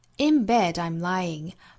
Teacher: bed 和 I'm 之间连读